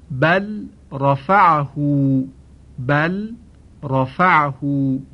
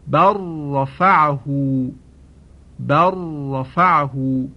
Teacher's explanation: رسیدیم به دهمین مورد از موارد ادغام در سایر حروف که آخرین مورد هست و عبارت است از ادغام لام ساکن در حرف را · Shown in: second take